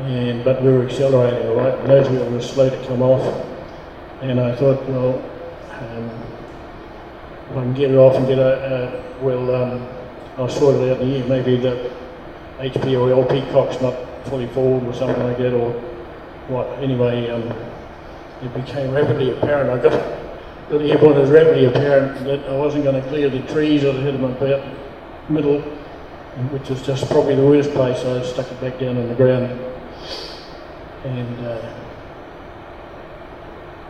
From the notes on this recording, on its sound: recording from the recent WONZ Christmas Party